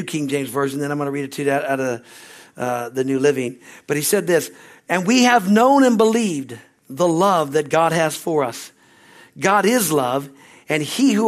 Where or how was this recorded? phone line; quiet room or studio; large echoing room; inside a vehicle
large echoing room